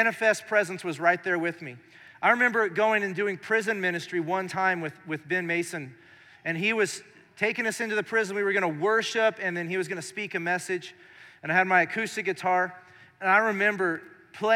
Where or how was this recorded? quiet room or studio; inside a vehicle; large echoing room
large echoing room